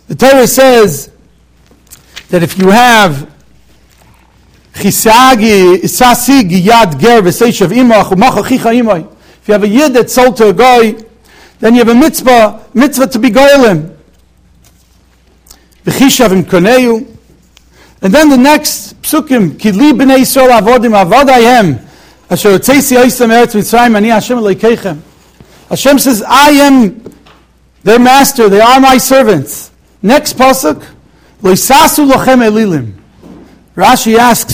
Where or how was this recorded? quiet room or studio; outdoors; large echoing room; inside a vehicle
large echoing room